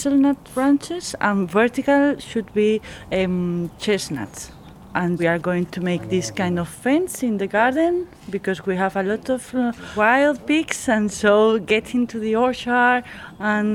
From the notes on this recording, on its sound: Asturias, Spain. Once you arrive in Asturias you witness a morning full of farm stuff. On a silent sound walk through the industrial landscape that surrounds the farmhouse we stay. What a loud landscape it is!